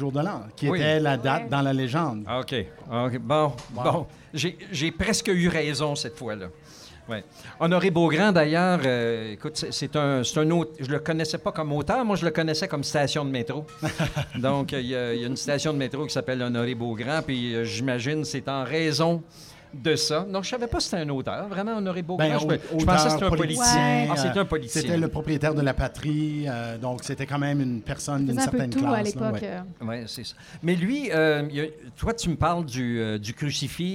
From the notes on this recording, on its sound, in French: En direct du Festival flying canöe volant. Enregistré devant public. Au Café bicyclette de la Cité francophone dans le cadre du festival Flying Canoë Volant.